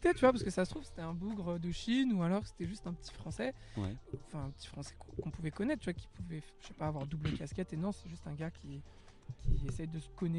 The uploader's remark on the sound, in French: Une balade en vélo avec notre artiste local. Qui va nous faire découvrir ses spots préférés de la capitale hollandaise. C'est donc 1 thématique, 5 sons, 5 trajets en vélo et 5 spots pour enregistrer. Cet épisode est une immersion totale dans la nuit calme d'Amsterdam.